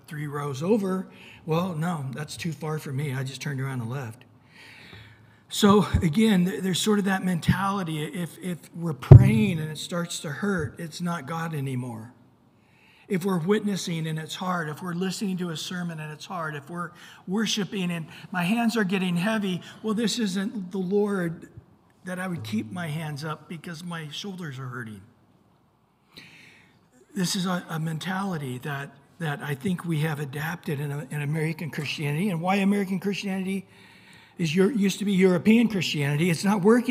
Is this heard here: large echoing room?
yes